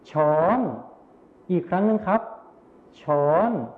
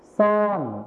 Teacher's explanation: ในภาษาไทยมาตรฐานนะครับเราจะใช้ชอช้างนั่นเองส่วนในภาษาถิ่นอีสานนะครับเราจะใช้สอโซ่นั่นเองครับ